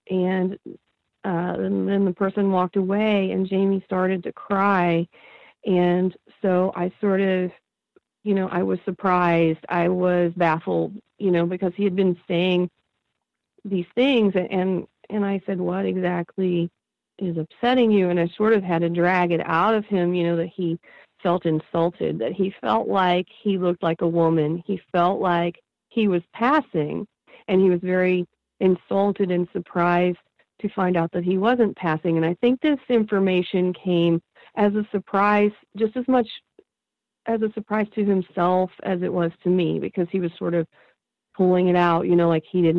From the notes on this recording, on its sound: I spoke with her over the phone from her home in the Midwest.